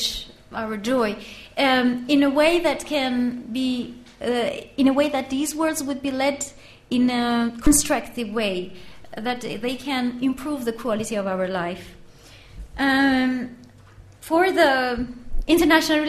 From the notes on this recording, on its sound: This public lecture is part of the LSE Arts exhibition Internal Worlds, External Relations.